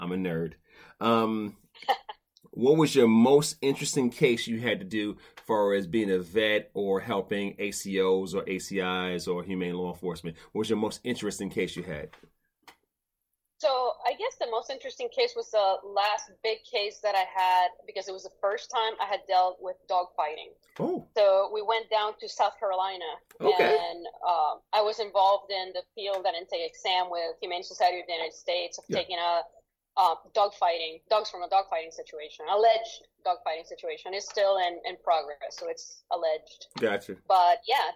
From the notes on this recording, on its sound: weathered technical issues and kept it vib'en thee intire episode